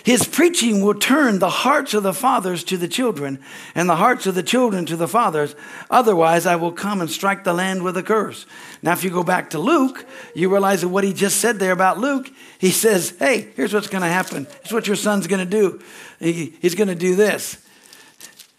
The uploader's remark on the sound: from the Sunday service on December 3, 2023 at Harvest Bible Church in Stockton, CA.